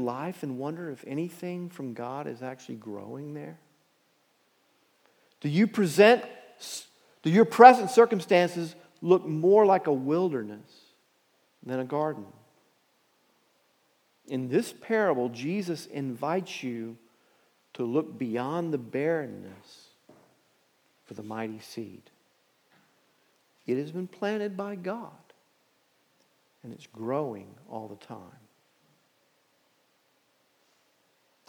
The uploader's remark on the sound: Message Preached at Valley Creek Church